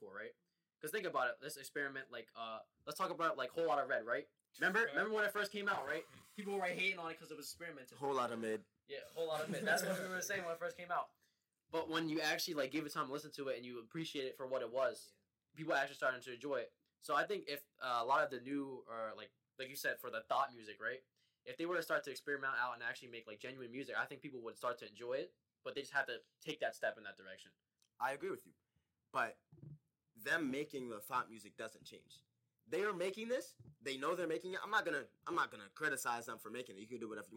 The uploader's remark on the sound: Apologies in advance for the poor mic quality as we had some technical difficulties.